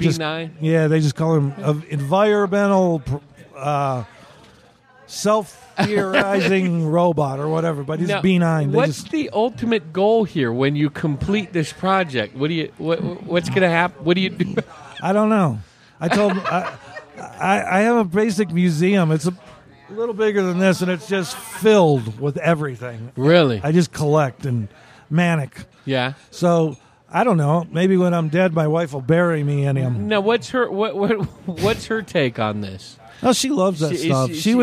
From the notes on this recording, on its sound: Recorded on the patio at Billy Jack’s Saloon in Humboldt, AZ just a few minutes before taking the stage on a rainy Saturday afternoon.